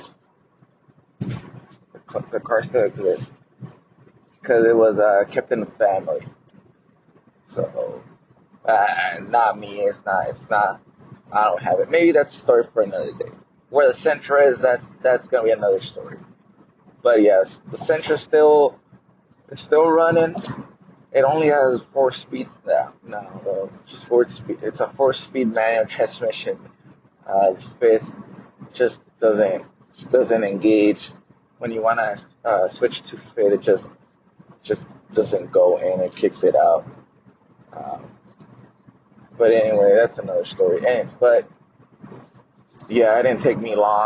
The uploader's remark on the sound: I will also tell you a little about my studio and I have to apologize for the audio because I don't own a pro mic.